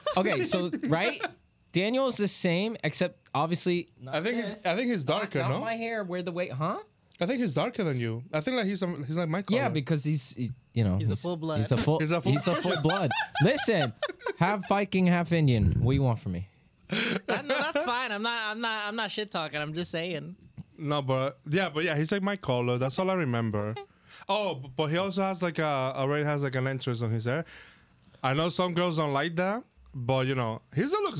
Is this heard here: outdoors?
yes